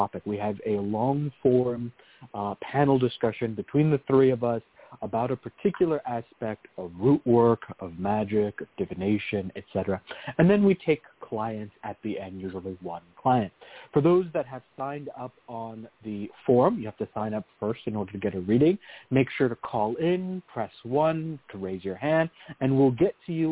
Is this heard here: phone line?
yes